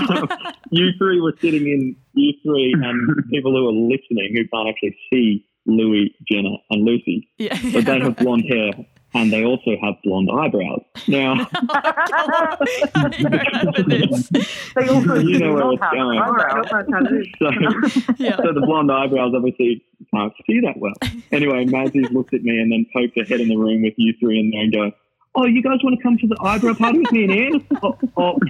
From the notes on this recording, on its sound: We spoke one rainy Sunday afternoon, over quite a chaotic but fun conference call.